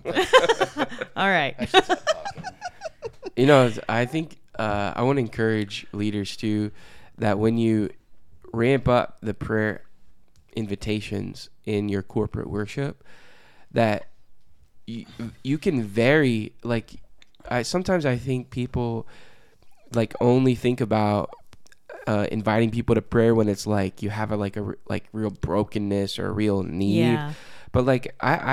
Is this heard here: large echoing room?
no